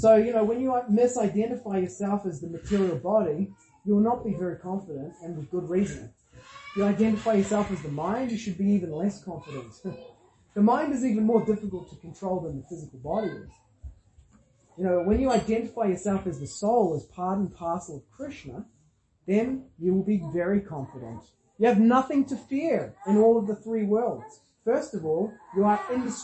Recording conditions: large echoing room